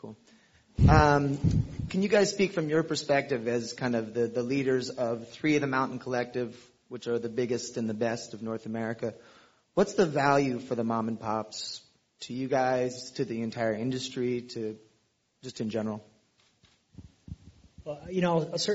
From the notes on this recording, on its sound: This program was recorded in front of a live audience at The Commonwealth Club in San Francisco on October 22, 2013.